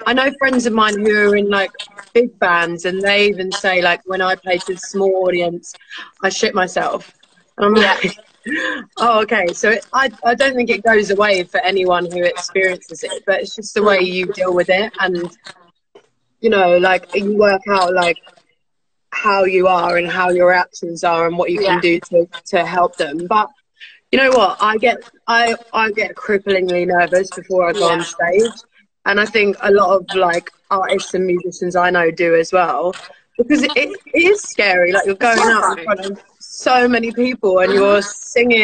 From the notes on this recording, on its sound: Recorded live from our Instagram Live Chat